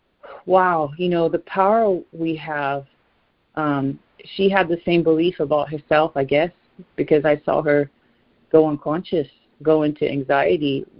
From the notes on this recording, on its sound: ACIM Daily Conference Call